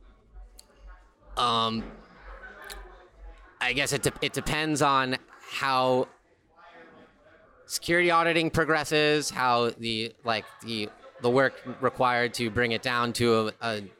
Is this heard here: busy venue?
yes